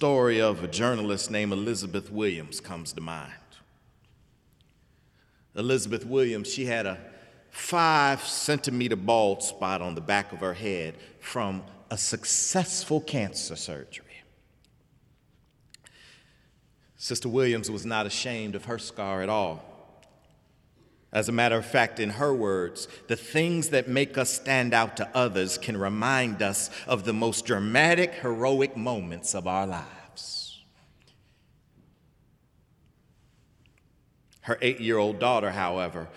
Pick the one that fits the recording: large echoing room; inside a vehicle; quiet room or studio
large echoing room